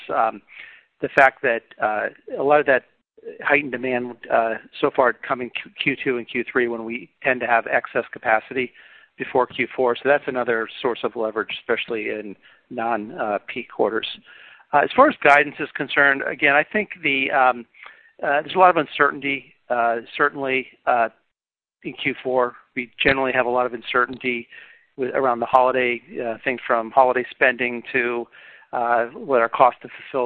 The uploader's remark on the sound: Earnings Conference Call